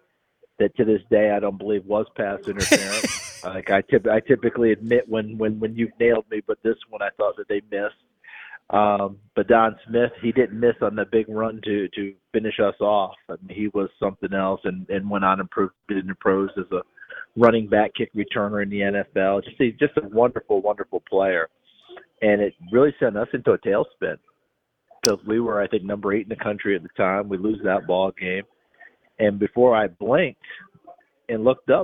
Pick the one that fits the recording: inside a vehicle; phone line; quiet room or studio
phone line